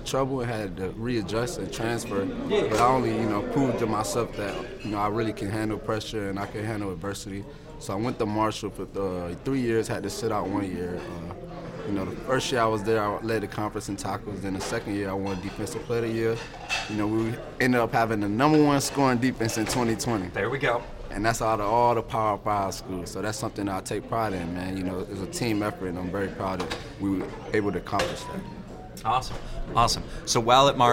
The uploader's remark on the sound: LIVE from Major League Football ($MLFB) Training Camp in Mobile